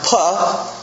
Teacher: a bilabial stop, the unvoiced bilabial stop